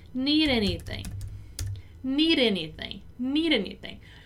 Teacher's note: we have this link between the word need and the word anything, right? Which we also pronounce together, and we say need anything, need anything, need anything. · Notice how the letter D here is not really pronounced as our Portuguese D, okay? It's more similar to our Portuguese R